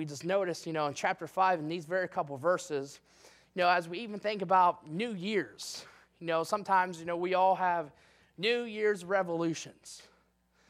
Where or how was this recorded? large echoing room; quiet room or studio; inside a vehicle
large echoing room